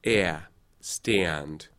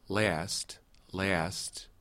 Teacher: a shift in the monophthong to make it into a diphthong, really, or even into two separate syllables. It's often written, actually, phonetically, with a little syllabic break dot in between the two sounds. · Term: northern breaking